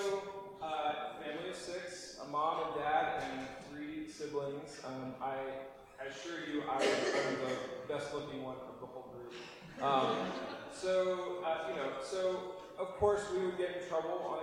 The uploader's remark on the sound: apologies for poorer recording quality this week!